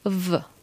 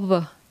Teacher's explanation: Jest to ważne, dlatego że w niektórych językach jest tak, że w jest wymawiane jako w, czyli dwuwargowo. Dolna warga zbliża się do górnej wargi. · Shown in: second take · Natomiast w języku polskim dolna warga do zębów.